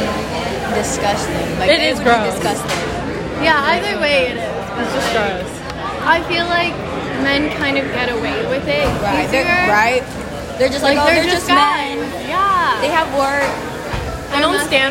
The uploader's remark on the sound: recorded at Izakaya Kou in the Fillmore